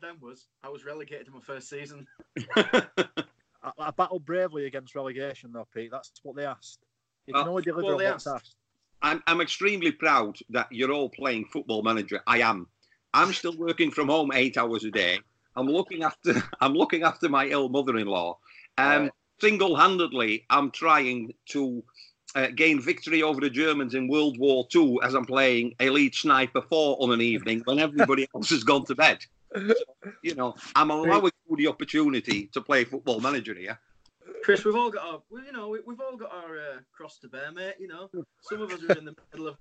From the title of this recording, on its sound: SkypeCast